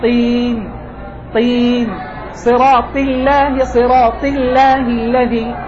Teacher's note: إذا ما أقول صراط الله، صراط الله، مبالغة التفخيم في الحرف المكسور إعطاؤه أكثر من حقه، فالحرف المكسور أضعف ما يكون. والسبب أين؟ بين الكسر وبين الاستعلاء تناقض. الاستعلاء ما هو؟ ارتفاع اللسان